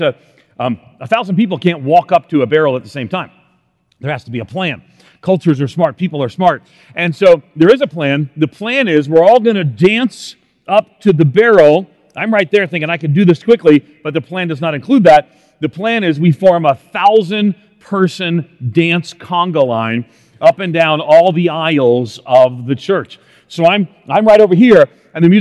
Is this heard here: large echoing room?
yes